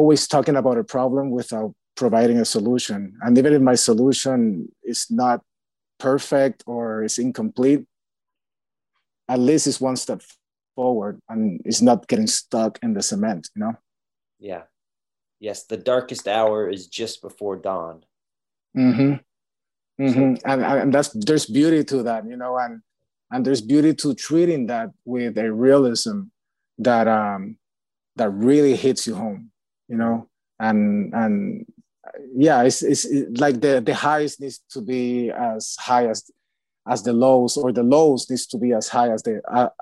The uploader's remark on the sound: virtual Q&A